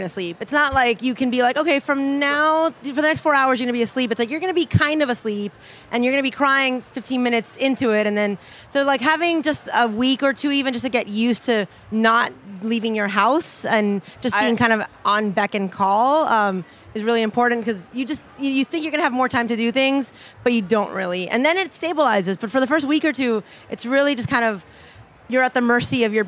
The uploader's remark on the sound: Took over the mic for this special segment from Charleston Wine + Food.